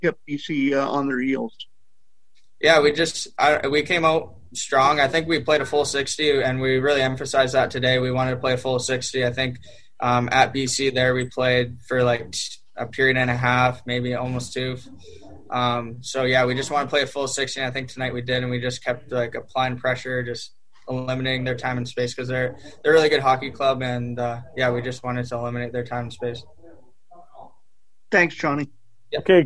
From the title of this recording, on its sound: Postgame Zoom